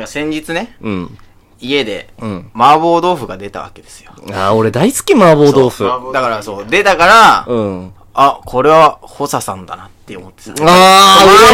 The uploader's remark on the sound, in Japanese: まずは音割れを反省すべし。Radiotalk。